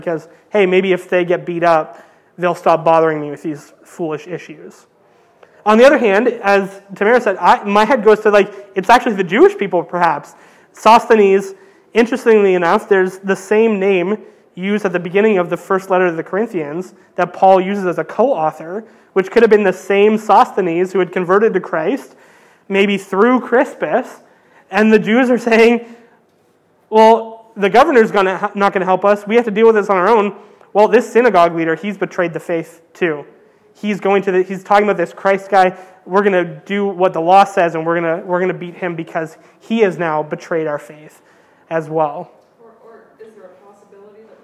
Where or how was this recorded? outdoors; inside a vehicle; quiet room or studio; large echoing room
large echoing room